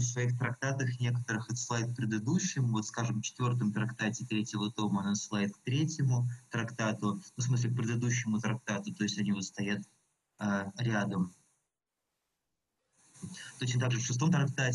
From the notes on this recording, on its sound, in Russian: Запись велась в живой рабочей обстановке и не являлась целью сама по себе. Приносим извинения за качество звука!